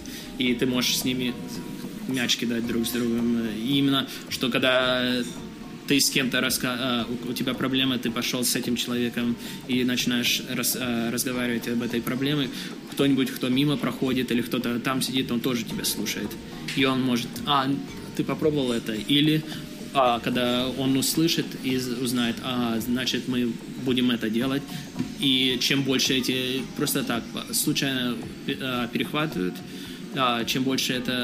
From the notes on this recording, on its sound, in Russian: Этот выпуск записан на конференции XPDays в Киеве.